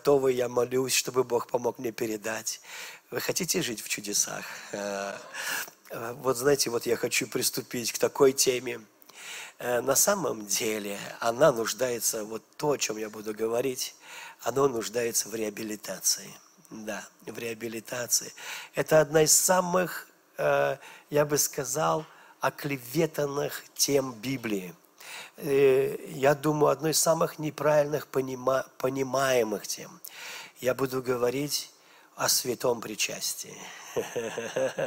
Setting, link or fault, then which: setting, large echoing room